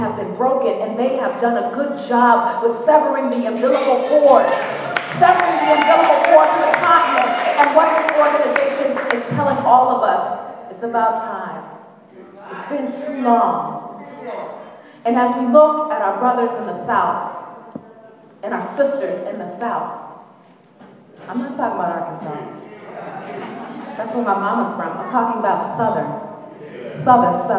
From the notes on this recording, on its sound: BAJI 5 Year Awards Dinner - Keynote Address. The program also featured live music.